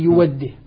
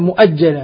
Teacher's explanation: إذن هنا يعني الهمزة المفتوحة بعد الكسر يسمعها ياء يحولها تتحول إلى ياء تحول إلى ياء مبدلة من الهمزة، وبعد الضم يسمع واوا مبدلة من الهمزة · Shown in: first take